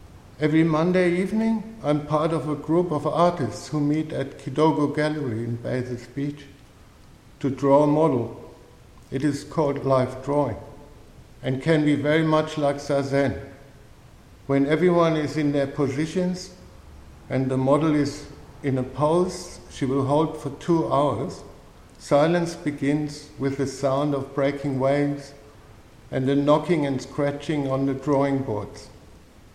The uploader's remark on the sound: A talk delivered at St Paul's dojo in Beaconsfield.